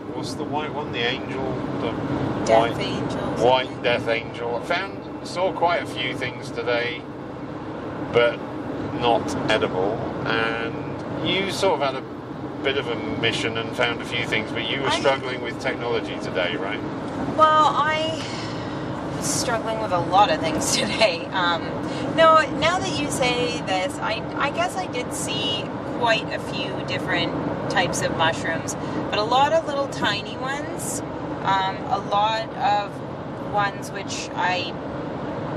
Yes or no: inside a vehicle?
yes